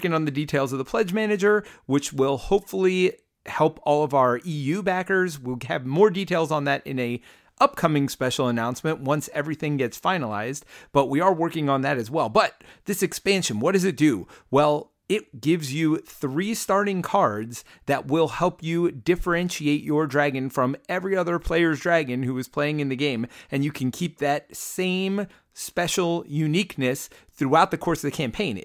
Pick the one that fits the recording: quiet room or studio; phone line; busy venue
quiet room or studio